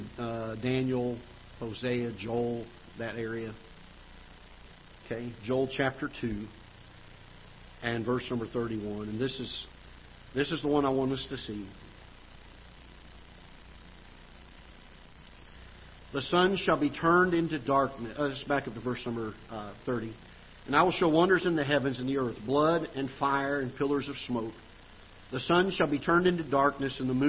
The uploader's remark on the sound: Ketha Heights Baptist Church ~ Live Broadcast